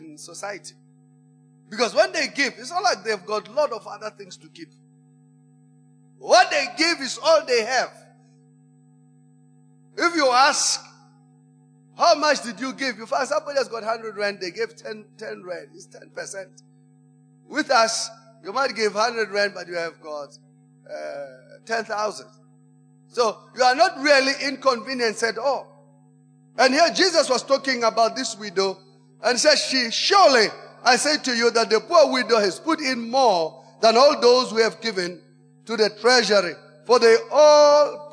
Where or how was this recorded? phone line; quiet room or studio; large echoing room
large echoing room